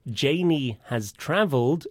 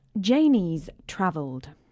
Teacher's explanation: And has becomes just a... S or a z sound · Shown in: second take